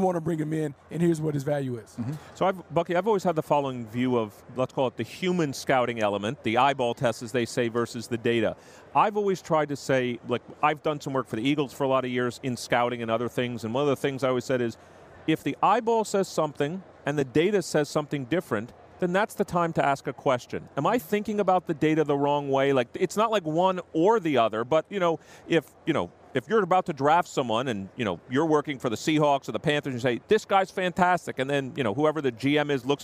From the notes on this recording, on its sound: live from Radio Row at Super Bowl LIII